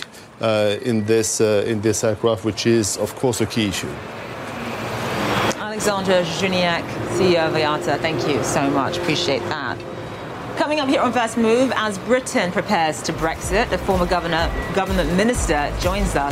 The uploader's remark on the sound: live from the New York Stock Exchange